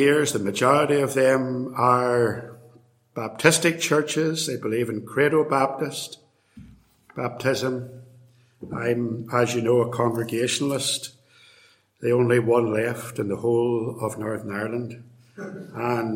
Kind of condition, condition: setting, large echoing room